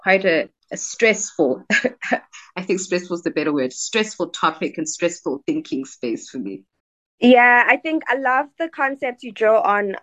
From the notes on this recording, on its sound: recorded online in 3 different cities in South Africa over Zoom